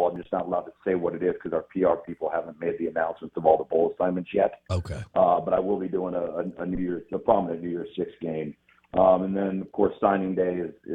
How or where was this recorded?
phone line